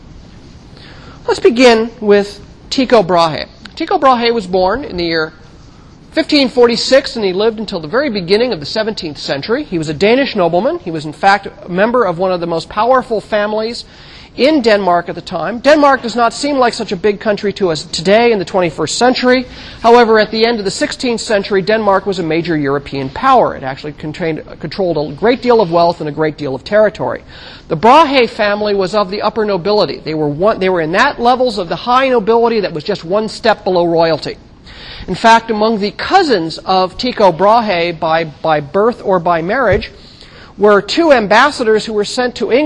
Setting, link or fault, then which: setting, large echoing room